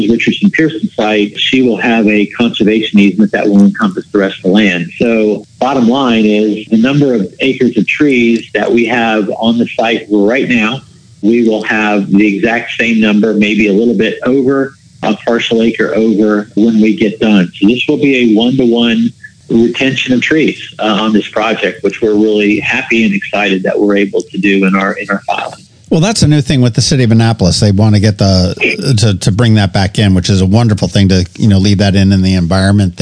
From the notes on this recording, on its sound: We hopped on the phone